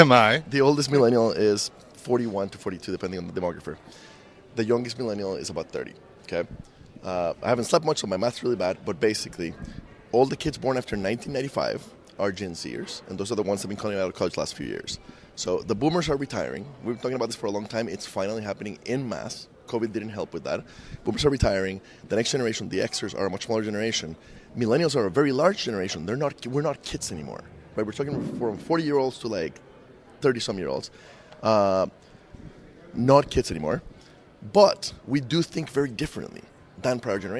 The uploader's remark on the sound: Live from ITC Vegas ’23